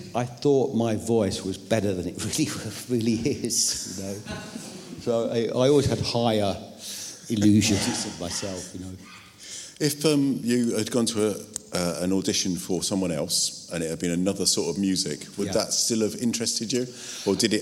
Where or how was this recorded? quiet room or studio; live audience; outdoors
live audience